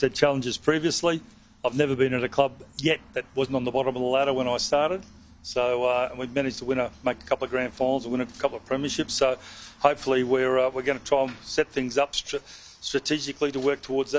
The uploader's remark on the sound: press conference